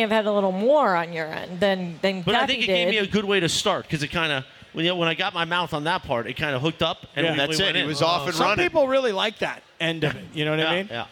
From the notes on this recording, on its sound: gets yelled at by some unhappy audience members